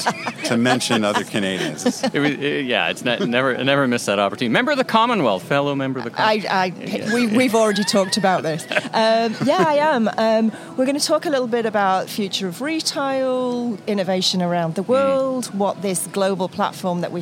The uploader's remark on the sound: recorded at the Wizeline remote podcast studio/beach cabana at Mandalay Bay during Shoptalk